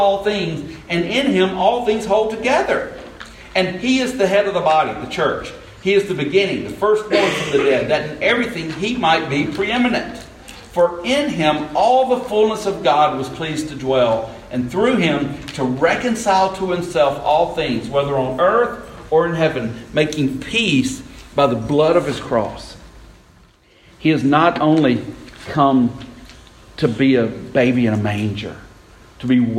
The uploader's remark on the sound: This sermon was delivered on Sunday, December 2, 2018 at Westminster Presbyterian Church in Columbus, GA.